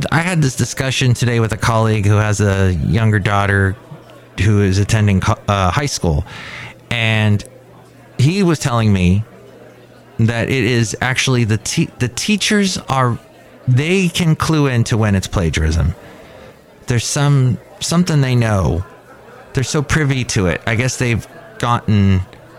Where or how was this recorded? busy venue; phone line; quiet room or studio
busy venue